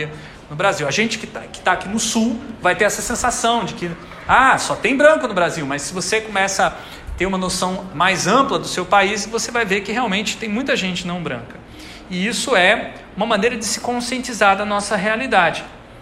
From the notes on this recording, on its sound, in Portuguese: Aula gravada na disciplina Psicologia 1 do Bacharelado em Design da UTFPR.